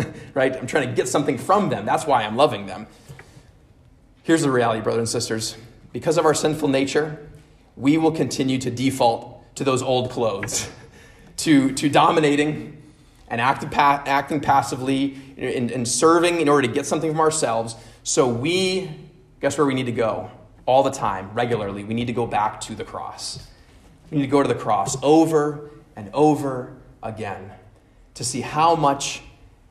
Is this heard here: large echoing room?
yes